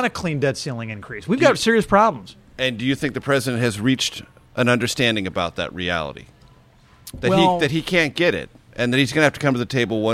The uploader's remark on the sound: Recorded Wednesday, March 29, 2023 at The Dubliner near Capitol Hill.